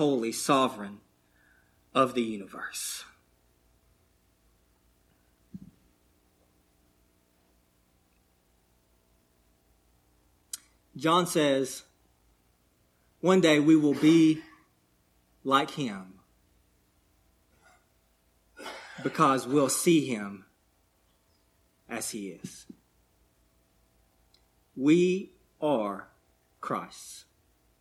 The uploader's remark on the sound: delivered on 5/15/22, at Cottondale Baptist Church in Eastman, GA.